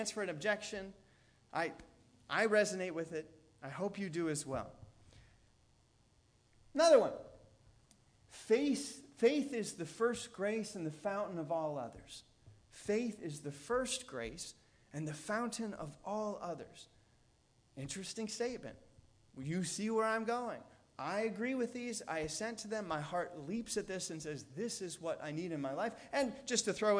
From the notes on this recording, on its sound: Delivered on October 15th, 2017 at All Souls Anglican Church in Wheaton, IL.